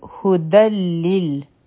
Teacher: د نون ساکن یا تنوین رول دا دی چې هر کله د دې نه پس لام یا را راشي نو د دې نه د نون آواز وزي. نو دلته کې ادغام به مونږ وکړو بغیر د غنه نه